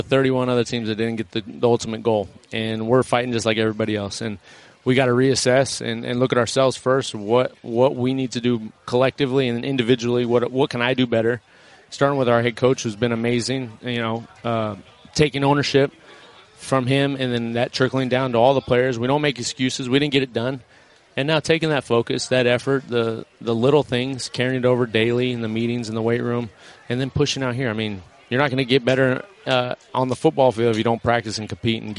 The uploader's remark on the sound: live from Rams training camp.